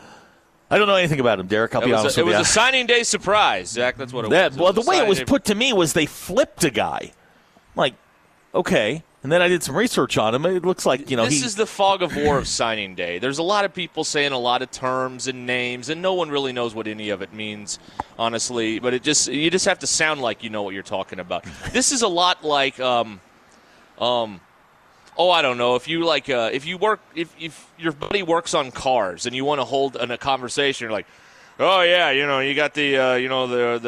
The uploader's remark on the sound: The guys are live at Gellco Outdoors in Fort Smith